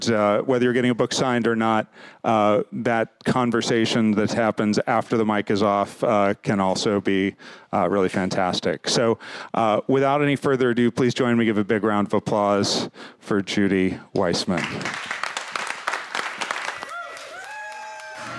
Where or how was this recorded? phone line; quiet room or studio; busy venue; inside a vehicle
busy venue